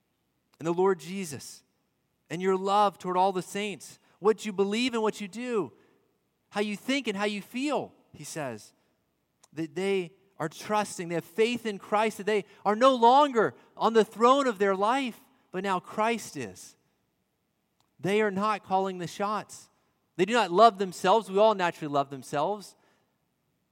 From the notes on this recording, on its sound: At Redeemer Presbyterian Church in Charleston, SC